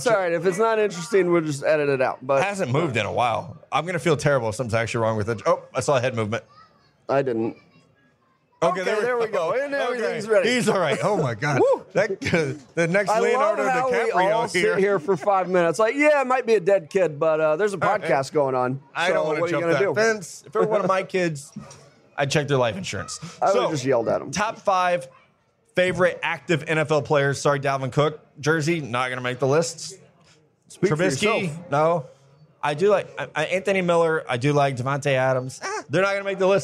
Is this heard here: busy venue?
yes